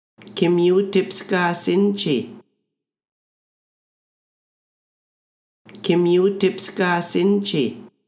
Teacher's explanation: how the question tone is lowered at the end of the question · Term: intonation